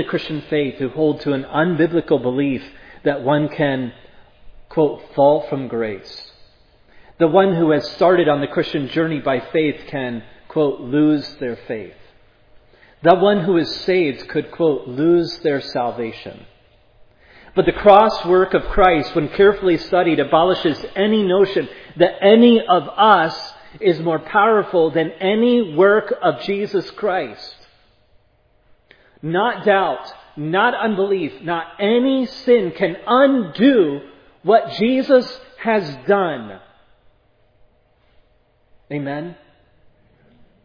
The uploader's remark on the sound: This sermon was preached at Providence Church on September 11, 2022.